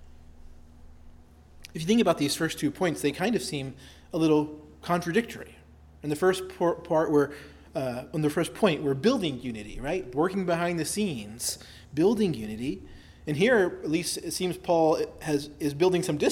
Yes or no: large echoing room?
yes